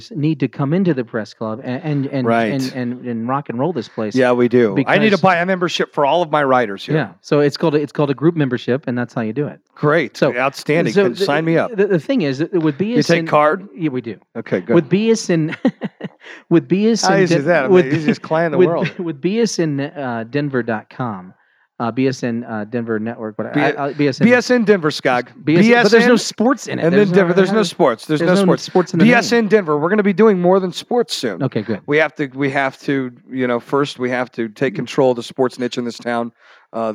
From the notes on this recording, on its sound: Live From The Denver Press Club - Radio Podcast. This radio program/podcast includes a 30-minute meet-and-greet session, then a one-hour recording of the show.